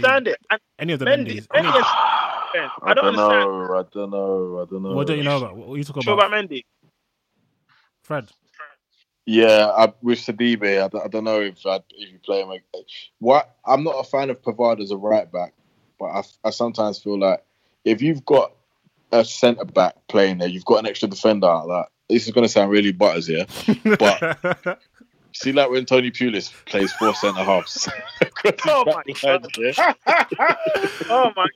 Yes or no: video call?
yes